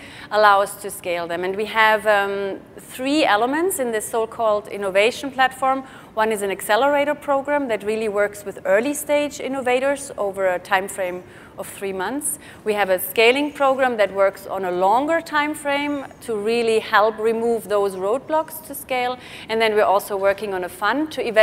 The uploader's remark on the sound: The best of live interviews from GreenBiz events.